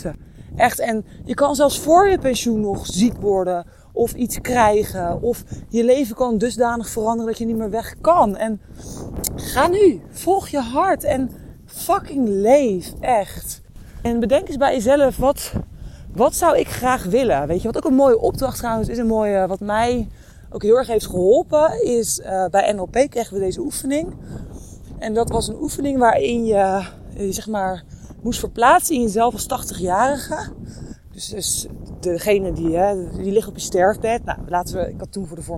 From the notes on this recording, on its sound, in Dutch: Deze aflevering, opgenomen tijdens een wandeling in de Ardèche in november 2022, gaat over de tijdelijkheid van het leven.